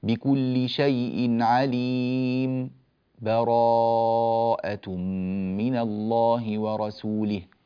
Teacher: هذا الزمن بين عليم وبراءة لا تنفس فيه، لا شهيق ولا زفير، وزمنه أقصر قليلا من زمن الوقف · Term: السكت